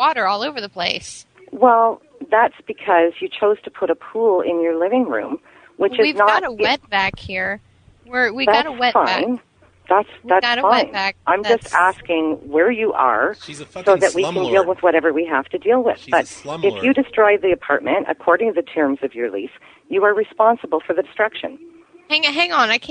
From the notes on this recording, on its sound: RBCP's Personal Prank Phone Calls Collection. Apartment - living room pool.